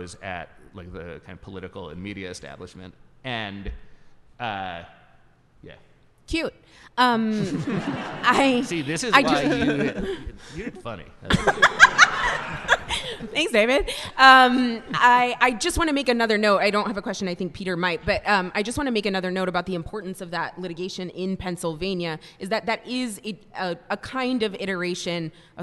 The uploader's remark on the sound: Recorded live at Harvard Law School's Corporate Capture of the Legal System conference.